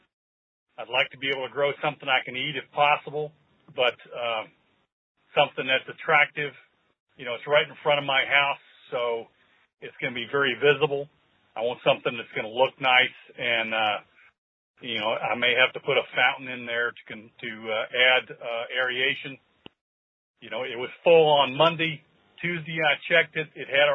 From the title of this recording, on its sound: Listener Calls